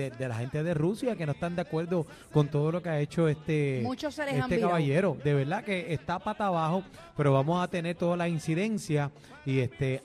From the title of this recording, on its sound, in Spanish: Bienvenidos a La Manada desde el Estadio Hiram Bithorn